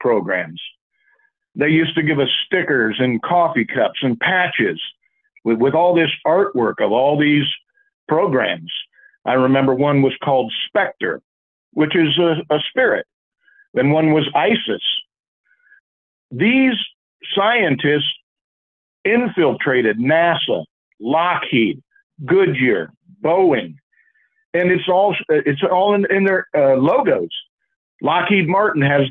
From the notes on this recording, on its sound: Call In Bible Study